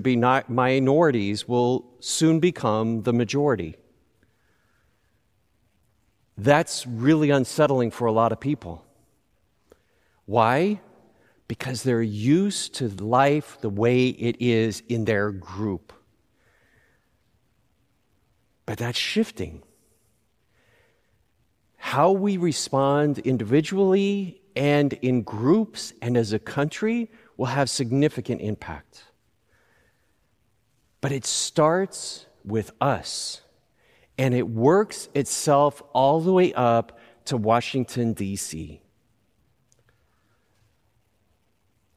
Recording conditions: large echoing room